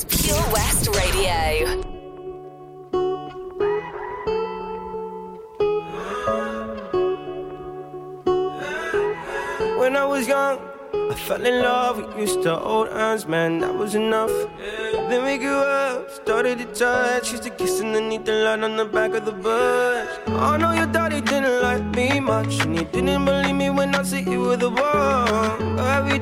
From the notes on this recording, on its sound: Live from OC Davies Roundabout Garage, Neyland